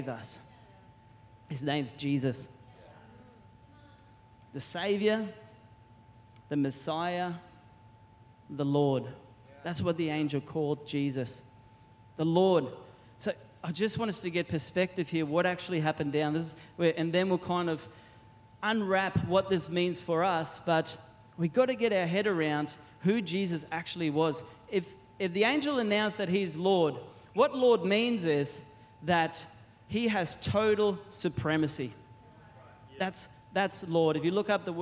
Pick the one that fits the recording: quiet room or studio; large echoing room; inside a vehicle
large echoing room